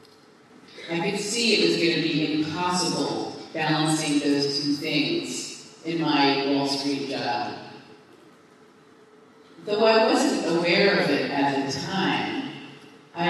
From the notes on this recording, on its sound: Delivered in Shanghai on May 14, 2017 to 1000 women at the International Elite Women's Forum. The speech was delivered in English (with direct translation into Chinese which has been cut out here for easier listening.)